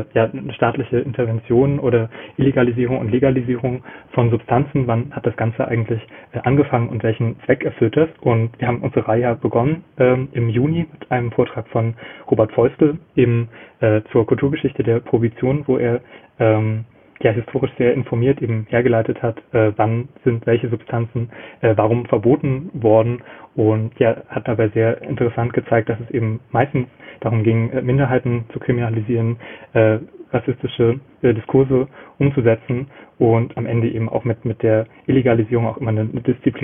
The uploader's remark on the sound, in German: Aus dem Urlaub. Reden am Telefon.